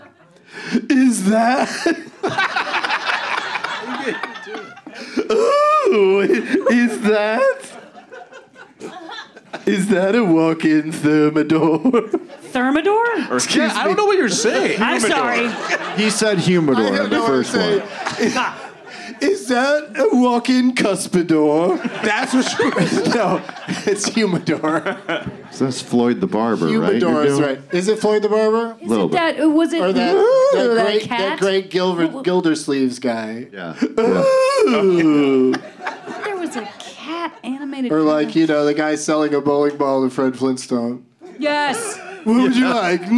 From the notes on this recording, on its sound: Live from Dynasty Typewriter in Los Angeles